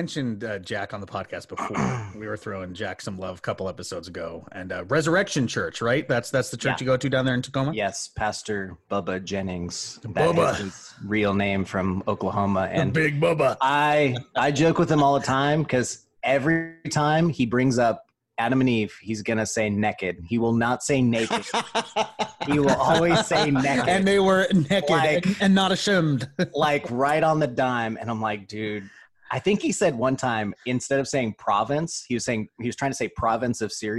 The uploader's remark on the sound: With the quarantine still in effect, the guys dive into a new series over Zoom with a SPECIAL GUEST!!!